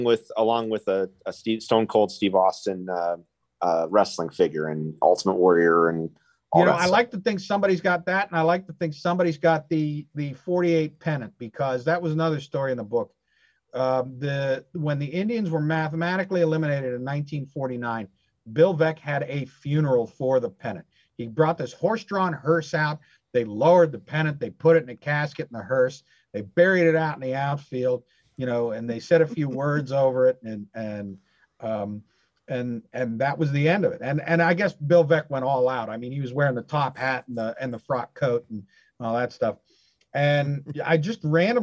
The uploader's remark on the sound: First we have a zoom call with writer. I’ll be joined for this interview via zoom.